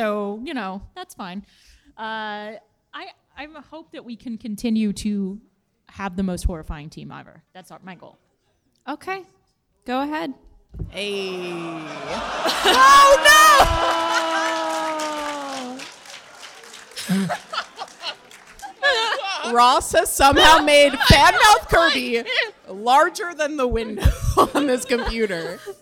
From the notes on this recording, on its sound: March Madness: PAX East 2019 Live. Live from PAX East.